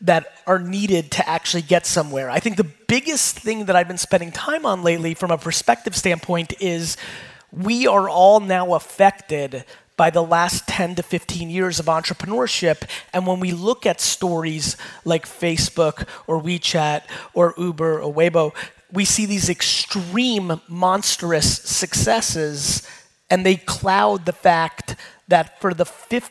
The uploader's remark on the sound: Singapore Keynote. A fire keynote I did in Singapore.